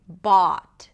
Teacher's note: you can round the lips a little more to say bought, right? Either way, it's one continuous sound, right?